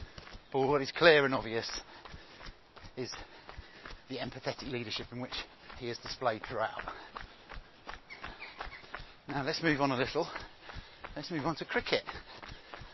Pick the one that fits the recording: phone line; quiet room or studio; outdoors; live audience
outdoors